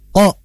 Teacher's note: Ko, sudah, tidak ada nafas yang keluar. Berbeda dengan ka, ada nafas yang keluar. · Term: jahar